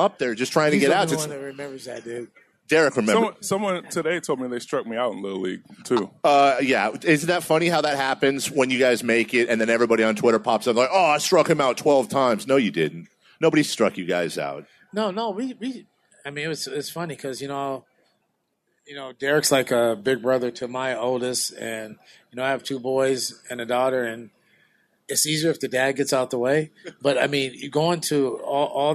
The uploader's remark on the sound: Live At Sports Fest.